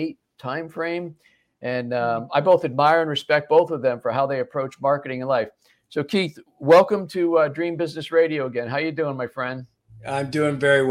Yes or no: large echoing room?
no